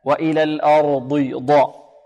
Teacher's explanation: أرضي ضي فيها صفة الاستعلاء وفيها صفة الإطباق · Term: مفخمة